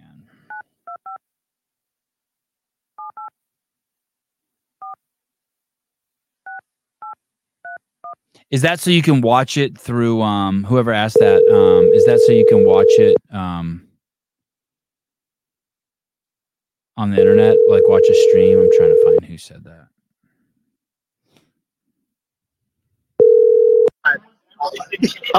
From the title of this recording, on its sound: LIVE CALL IN SHOW